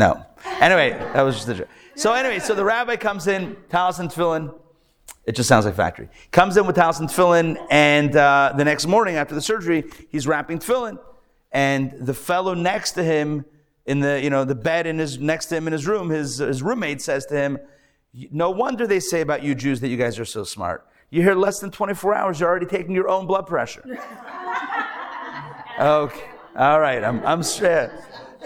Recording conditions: live audience